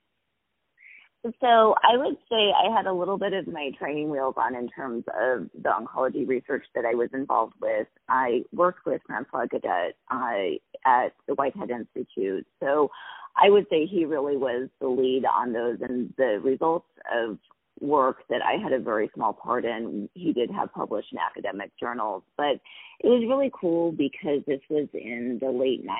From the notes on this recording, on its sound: On the phone